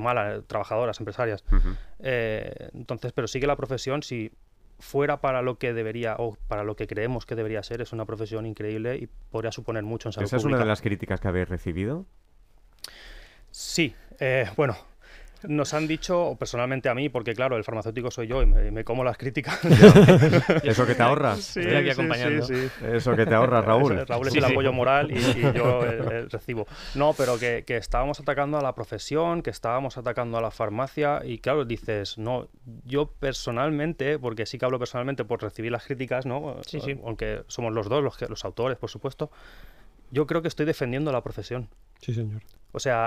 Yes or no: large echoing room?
no